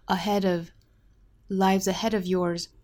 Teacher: Put everybody's lives ahead of 都是辅元连读